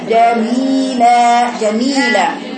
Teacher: شوفي هو بيقرا كلمه جميله ازاي، بيكسر نقول جميله، بيكسر الميم وبيجيب المد الطبيعي في الياء والمد الطبيعي بعد اللام